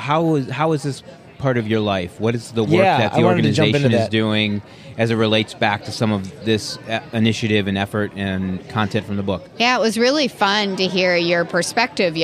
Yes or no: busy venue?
yes